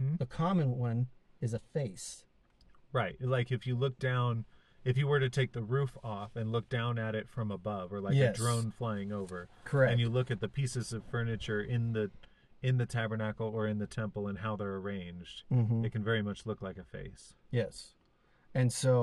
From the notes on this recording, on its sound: car in Southern Idaho's Mountains